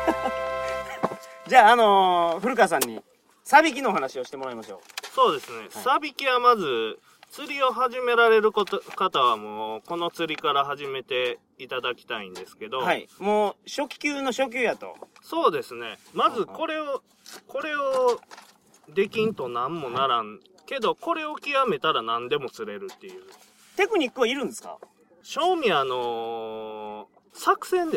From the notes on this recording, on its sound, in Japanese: 高知県土佐市宇佐の中堤防で釣りをしながらの収録です。